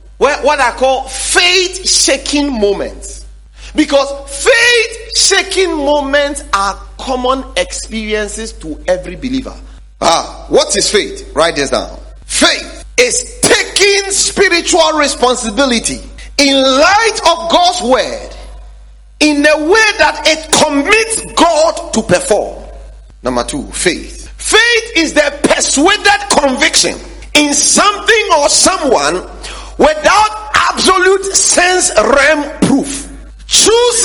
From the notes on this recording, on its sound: Sermon series preached at The Faithlife Church, Ghana-Tema Community 3 Site A.